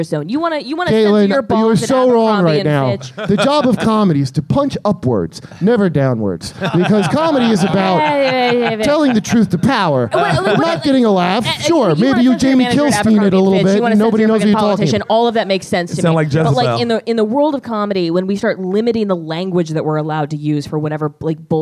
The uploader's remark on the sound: This live episode was a part of The New York Comedy Festival! There was at least one person in the audience.